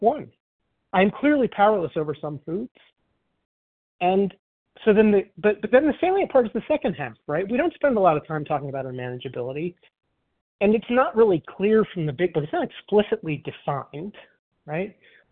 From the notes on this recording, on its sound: 100 Pounders Phone Meeting